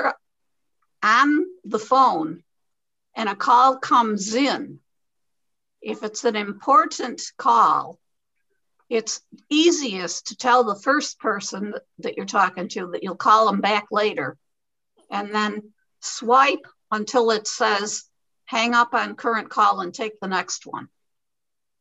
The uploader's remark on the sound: Zoom Call Recording of Thurs 12-2-21